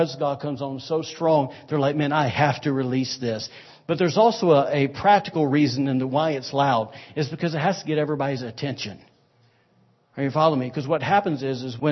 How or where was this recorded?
large echoing room